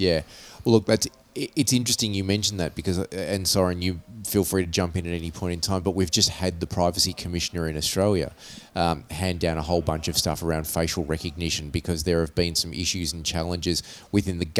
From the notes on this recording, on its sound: We recorded at the ISC West show in Las Vegas. ISC West is the largest security show and conference in the US, which takes place in Las Vegas.